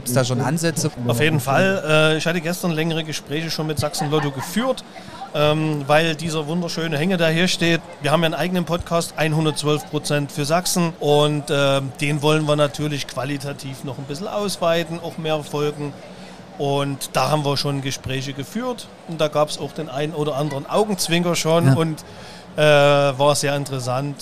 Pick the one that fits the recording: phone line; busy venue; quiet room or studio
busy venue